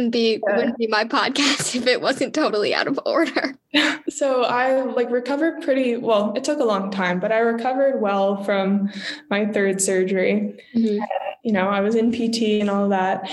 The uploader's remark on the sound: our first Zoom episode!